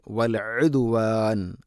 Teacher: തൊണ്ടയുടെ മധ്യഭാഗമാണ് ഐന്